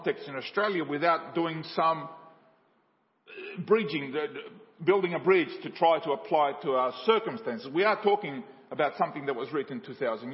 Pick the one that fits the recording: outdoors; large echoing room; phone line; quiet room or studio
large echoing room